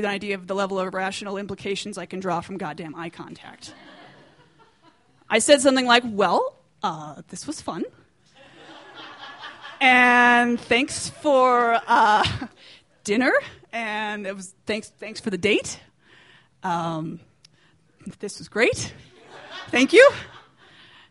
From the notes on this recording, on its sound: These stories were recorded at The Deer Pile